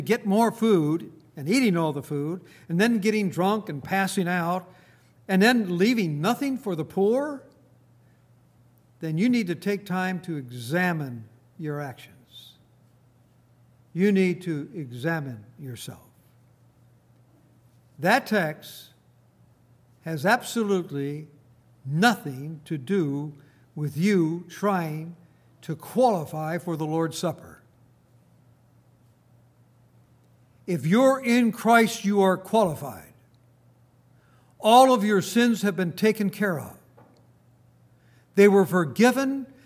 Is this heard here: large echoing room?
yes